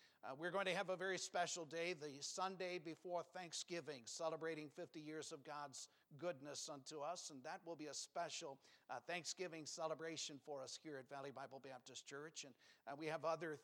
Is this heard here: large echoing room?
yes